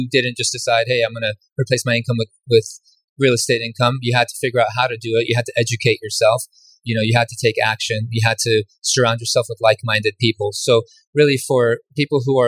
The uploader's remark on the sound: LIVE from BEST EVER CONFERENCE! Coming to you live from the Best Ever Conference in Colorado!